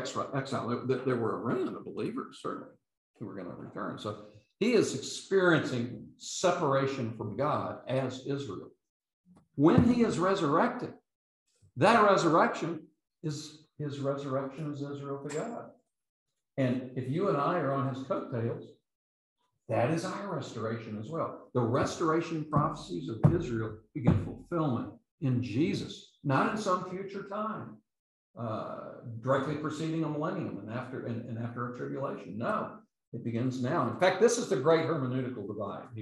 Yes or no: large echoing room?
yes